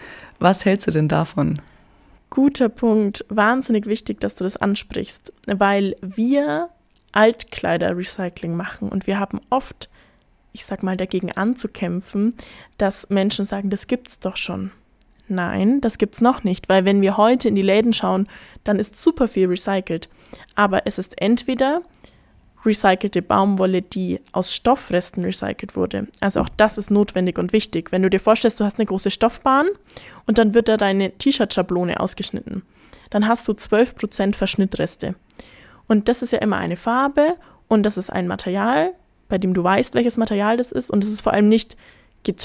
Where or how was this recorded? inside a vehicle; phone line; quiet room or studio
quiet room or studio